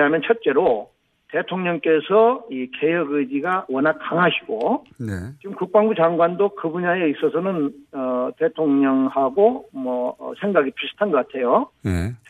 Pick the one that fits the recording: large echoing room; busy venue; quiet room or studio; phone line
phone line